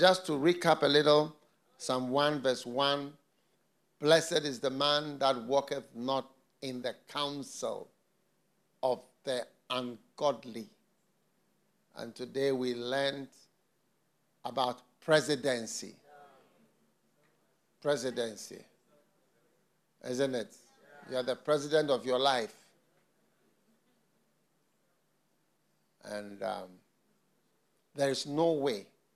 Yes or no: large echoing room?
yes